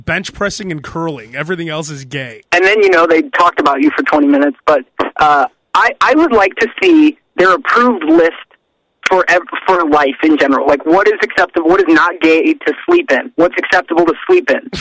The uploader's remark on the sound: voice on the phone